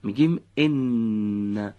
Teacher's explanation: خب دقت بفهمید، حرف اول با به ارتعاش در آوردن تارهای صوتی به صورت نازک خونده میشه و صدای اون از بینی خارج میشه